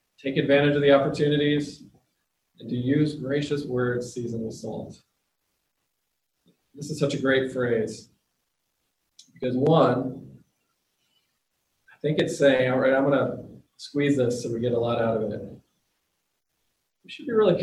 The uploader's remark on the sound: The audio includes the entire service.